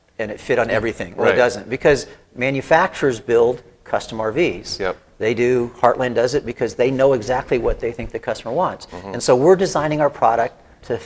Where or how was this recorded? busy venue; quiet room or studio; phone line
busy venue